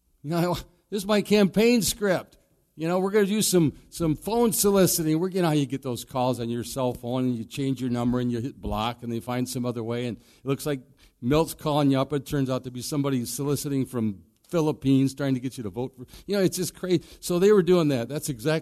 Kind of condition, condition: setting, large echoing room